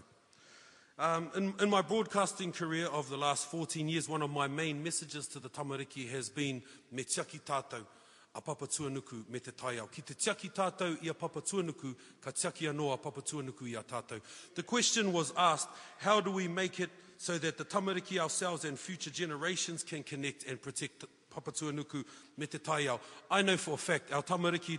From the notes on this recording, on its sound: Part two of Ikaroa Rawhiti debate. Audience members put a few questions to the candidates.